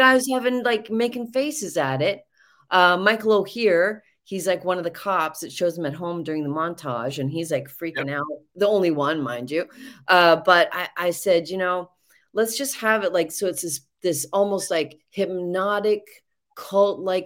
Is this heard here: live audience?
no